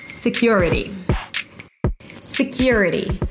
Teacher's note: Primary stress is on the second syllable.